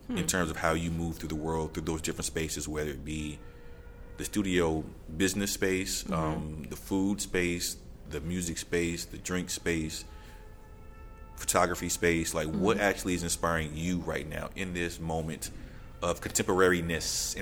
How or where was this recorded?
busy venue